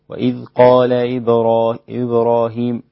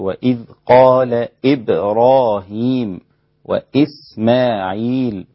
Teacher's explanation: الهمزات رقيقة جدا ولازم نحققها كاملة · Shown in: second take · ما ينفعش أقول وإذ قال إبراهيم، لا لازم أقول وإذ قال إبراهيم وإسماعيل وهكذا، ده الأمر الأول.